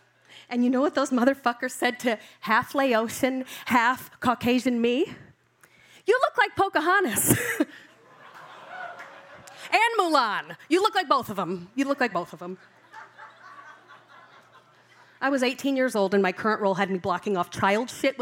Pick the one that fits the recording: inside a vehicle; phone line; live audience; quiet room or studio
live audience